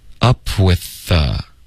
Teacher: with 的这个 th 的音跟 the 的这个 th 的音，我们就发一个 the 就够了，up withthe。Up with the,OK，不用重复两个 withthe，这样累死你了，OK。Up with the universe 就没有变化，很正常的说。What is up with